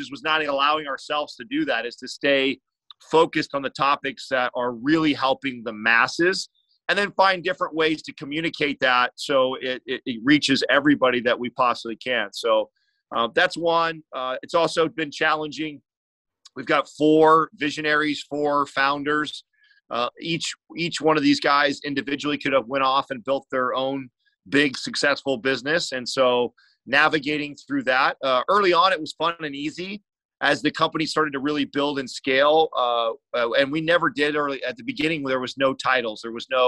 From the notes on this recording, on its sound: This episode was a live webinar